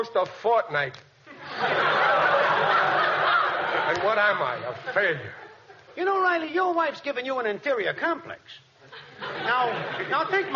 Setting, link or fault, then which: setting, live audience